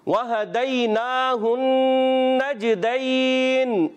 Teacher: جیم ہے اس لیے قلقلہ کریں گے، یعنی آواز لوٹ کر آئے گی